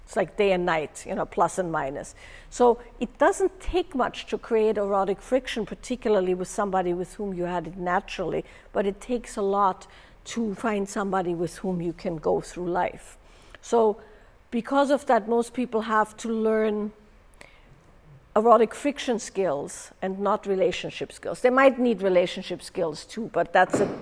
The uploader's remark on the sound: live with participants from a recent in-person event